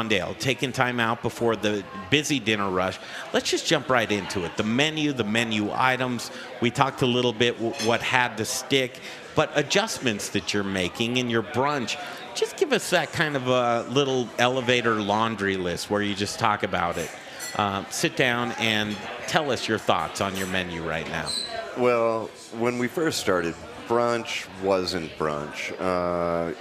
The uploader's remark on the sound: We're live from Salvage Restaurant in Aurora!